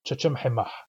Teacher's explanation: That ending mah means I. That M at the beginning of the ending is sometimes pronounced and sometimes not.